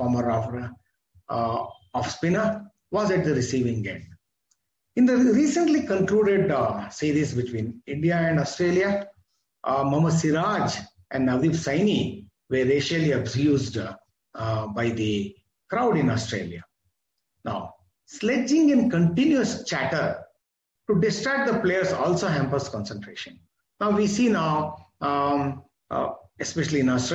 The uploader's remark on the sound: This is audio recording of my webinar